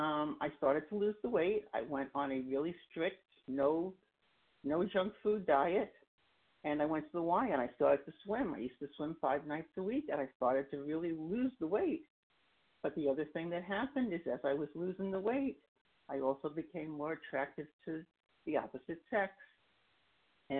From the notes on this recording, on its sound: 100 Pounders Phone Meeting